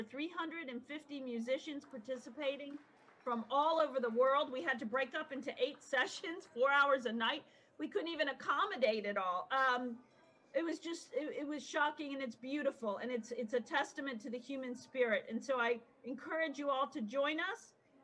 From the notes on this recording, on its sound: Earth Day Live From COP26.